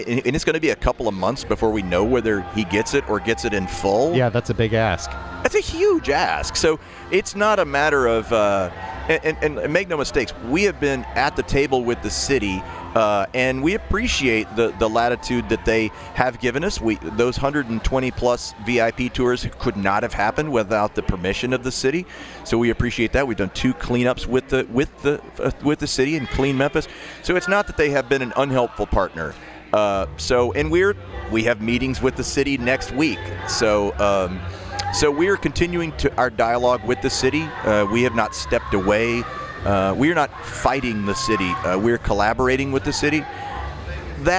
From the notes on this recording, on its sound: Talks with two guests on location at Midtown Con in Memphis.